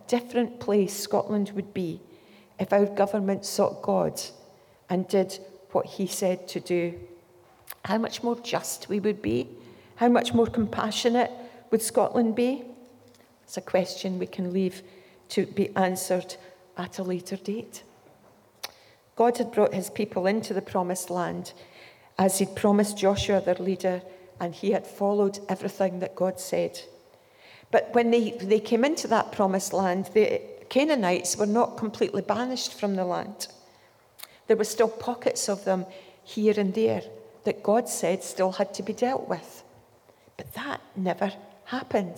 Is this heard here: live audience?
yes